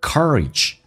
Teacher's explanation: 美式发音重度卷舌微笑的形式 R